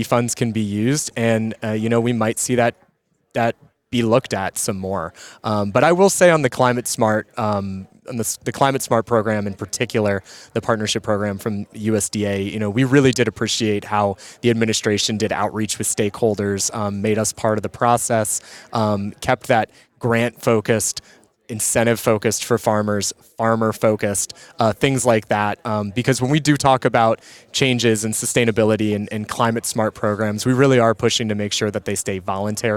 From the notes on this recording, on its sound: AOA was live from the National Association of Farm Broadcasters Annual Convention in Kansas CIty.